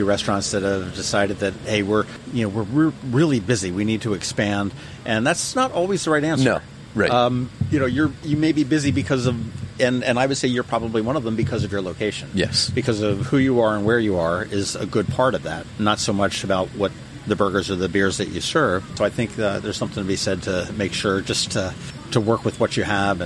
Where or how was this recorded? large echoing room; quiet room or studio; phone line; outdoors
outdoors